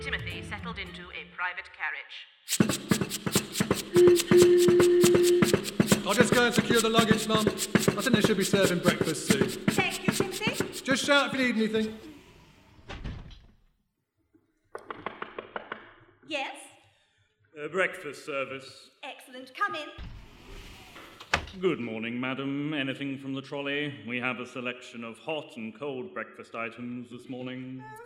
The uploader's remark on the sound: We return to the Wandsworth Arts Fringe with a radio play recorded in front of a live audience (hilarious sound effects included). Presented by Blackshaw Theatre.